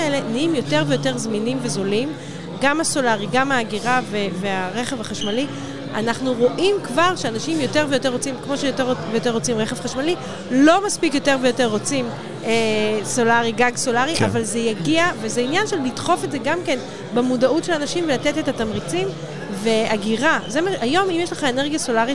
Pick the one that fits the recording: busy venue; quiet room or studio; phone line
busy venue